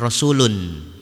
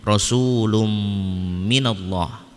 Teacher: Jadi bukan rasulun, tapi rasulum masuk ke huruf mim bersama dengan dengung · Shown in: second take · Term: Idgom bigunnah